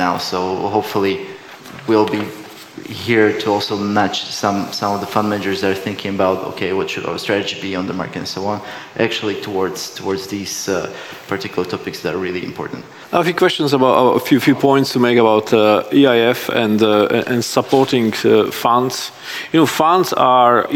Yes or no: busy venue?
yes